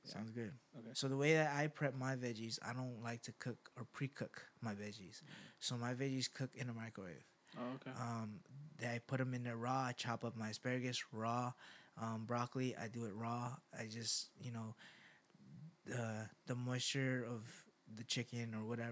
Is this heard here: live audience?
no